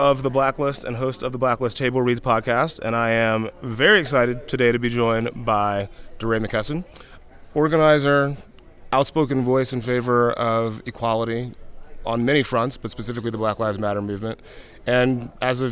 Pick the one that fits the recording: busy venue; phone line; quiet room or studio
busy venue